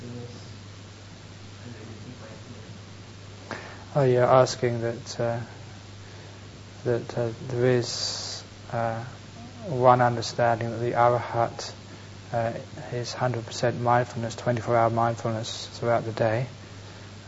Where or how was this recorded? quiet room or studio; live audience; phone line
live audience